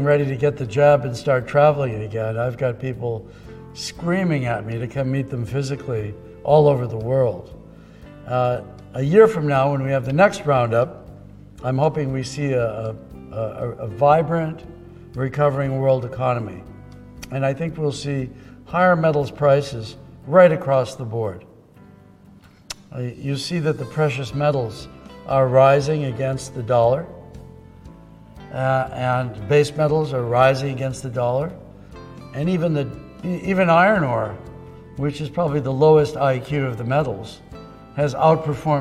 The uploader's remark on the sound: keynote address at the opening ceremonies of AME Remote Roundup